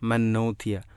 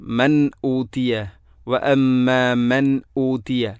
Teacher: വഅമ്മാമൻ നൂതിയ, മൻ നൂതിയ, മൻ ഊതിയ എന്ന് പറയേണ്ടതിന് പകരം മൻ നൂതിയ. സുക്കൂനുള്ള നൂനിന് ശേഷം ഹംസ വന്നാൽ ഇൽഹാറാണ് ചെയ്യേണ്ടത് · Shown in: second take · മൻ ഊതിയ എന്നല്ല, മൻ ഊതിയ, വഅമ്മാമൻ ഊതിയ ഈ രൂപത്തിൽ പറയണം.